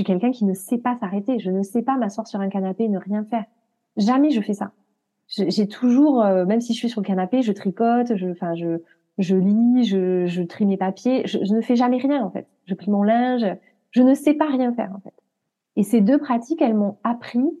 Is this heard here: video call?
yes